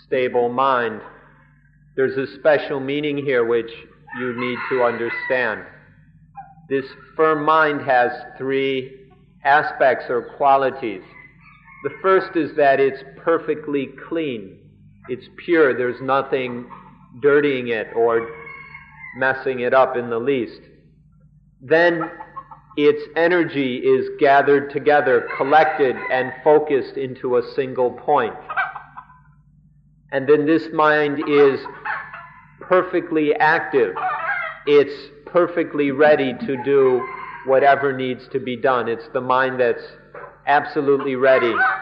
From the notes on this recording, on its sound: Gave regular lectures during the international retreats held at Suan Mokkh and then Suan Mokkh International.